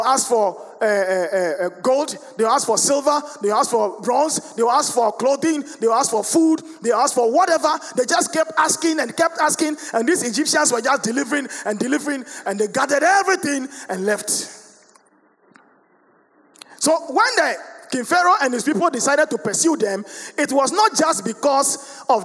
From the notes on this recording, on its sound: Sermon preached at CBC Shiashie Campus